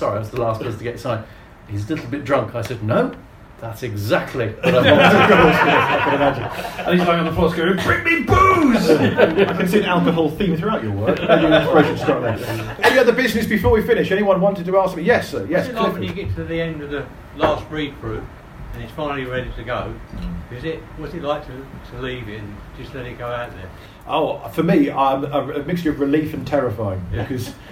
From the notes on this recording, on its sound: At the 3rd Comedians With Books live show